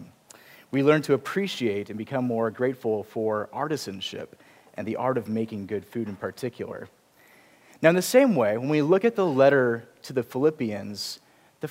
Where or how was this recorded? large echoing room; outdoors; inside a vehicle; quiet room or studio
large echoing room